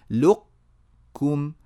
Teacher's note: أطبقنا اللسان على قاف فتحناه على كاف بدأنا بقاف انتهينا بكاف · Term: الإدغام الناقص